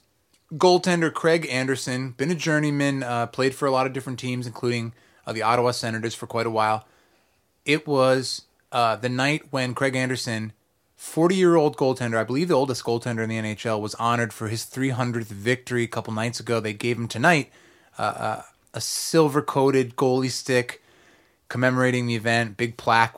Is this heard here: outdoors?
no